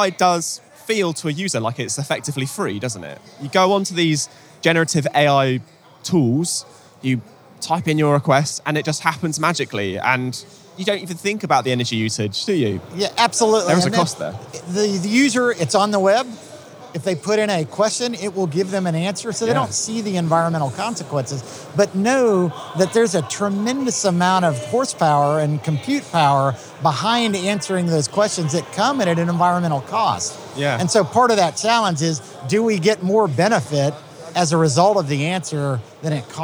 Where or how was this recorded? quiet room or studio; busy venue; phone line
busy venue